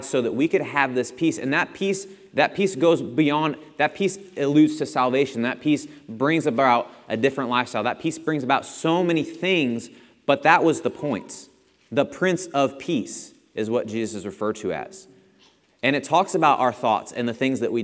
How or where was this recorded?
large echoing room